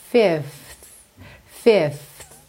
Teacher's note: O arzinho segue saindo do F para o TH.